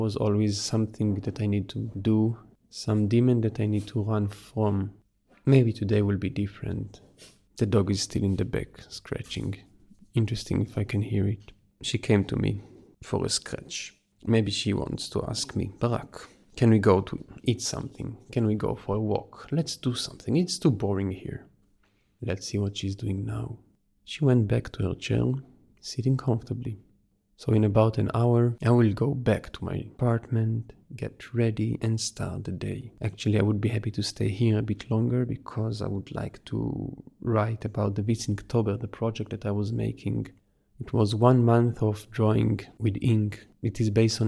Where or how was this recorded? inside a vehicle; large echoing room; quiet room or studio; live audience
quiet room or studio